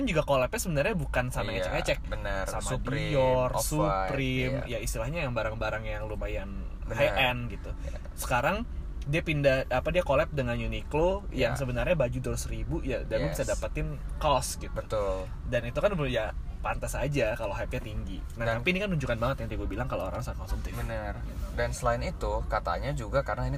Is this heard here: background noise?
yes